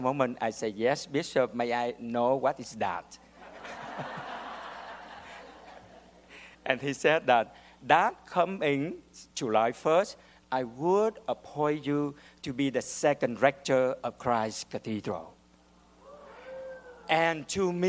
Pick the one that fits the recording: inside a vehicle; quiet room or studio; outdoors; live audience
live audience